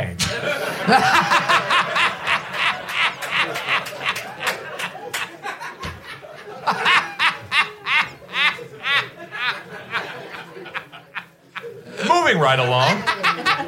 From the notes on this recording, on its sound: Return to Sid Gold's Request Room in New York City for a LIVE singalong episode. A roomful of passionate (and knowledgeable!) listeners.